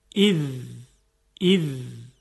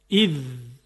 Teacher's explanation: حرف ذال هم مثل حرف ثا هست، یعنی نوک زبان به نوک دندانهای جلو برخورد میکنه، منتها فرقی که داره اینه که زبان شروع میکنه به ارتعاش. اذ، اذ.